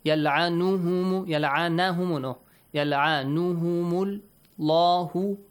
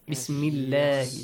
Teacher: Allah is pronounced heavily. Why? Because Dhamma sound is before. · Shown in: first take · If there is a kasra, you pronounce it lightly, yes?